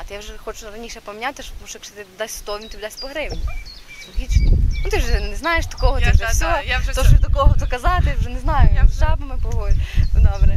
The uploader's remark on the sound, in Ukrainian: Тільки уявіть собі, червень, 5 ранку і група людей неподалік Дальнього пляжу у Тернополі записує подкаст на тему “Якість життя”. Одразу вибачаємось за те, що в нашому випуску трохи не якісний звук.